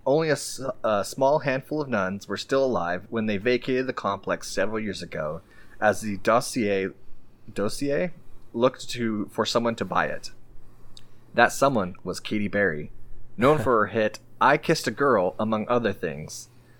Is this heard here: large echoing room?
no